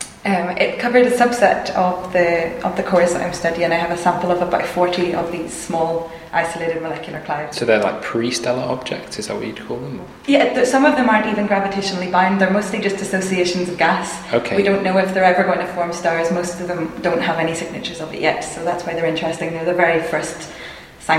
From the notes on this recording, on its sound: We bring you four bite-sized chunks of the National Astronomy Meeting in Manchester, recorded each day during the conference. Joint UK-Germany meeting.